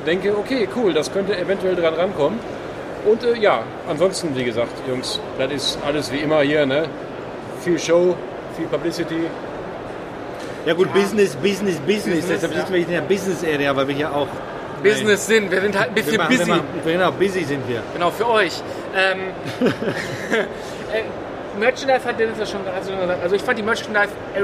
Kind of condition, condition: setting, busy venue